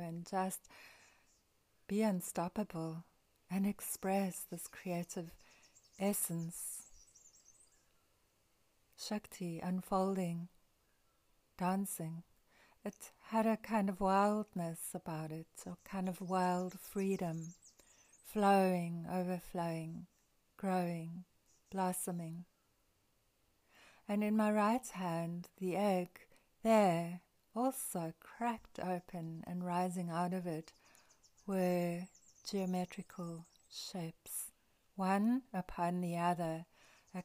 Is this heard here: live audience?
no